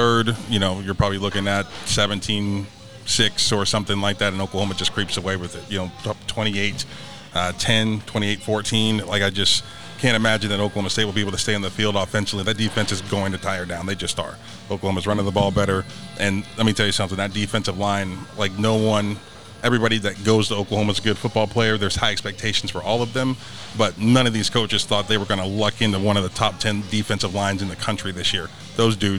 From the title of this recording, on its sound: Live at Clark Crew BBQ